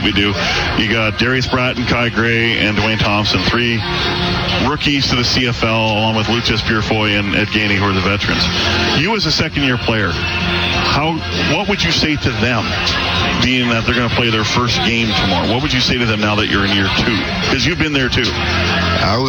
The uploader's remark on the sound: LIVE from Commonwealth Stadium for Fan Day